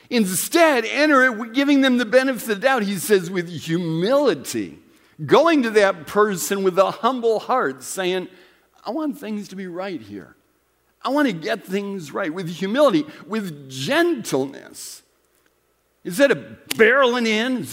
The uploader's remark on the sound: Recorded at Central: A Christ-Centered Church, Ewing, NJ